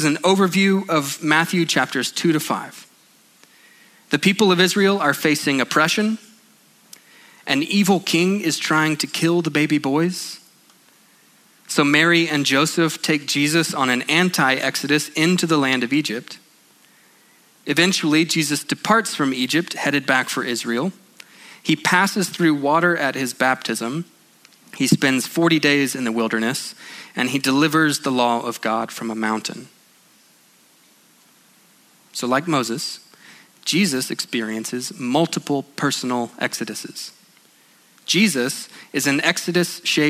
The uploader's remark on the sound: at Sojourn Galleria Church on Sunday, June 23, 2019